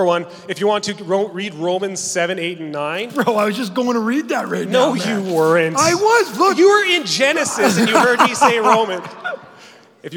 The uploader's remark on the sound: Answers some questions live at Church at 6, and then comes back to the studio to answer some more!